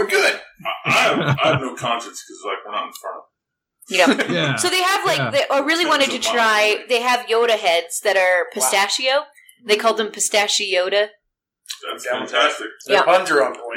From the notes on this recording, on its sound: Bad Audio Edition. Our mixer decides it can't power our mics while we talk.